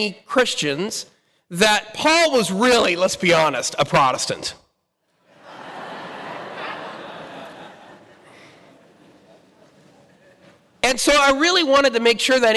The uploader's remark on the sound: Talk Five presented at the Fullness of Truth Conference